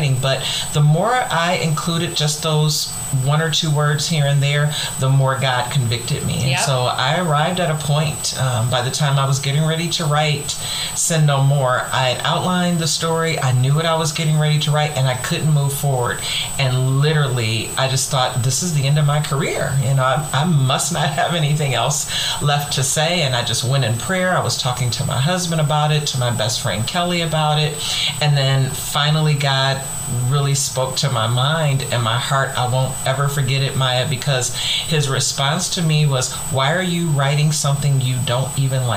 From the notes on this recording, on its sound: I apologize in advance for the shrill noise in the background. We believe it was interference in one of our headsets.